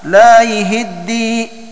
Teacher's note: شعبة يقرأ بكسر الياء والهاء